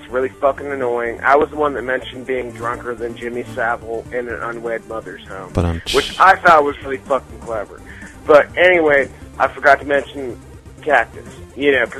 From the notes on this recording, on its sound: Prank Phone Calls